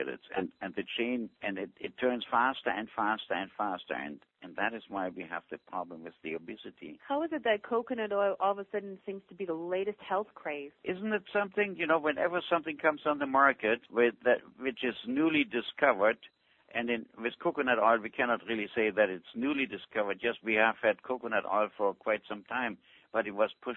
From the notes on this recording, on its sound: Avena Originals Conference Call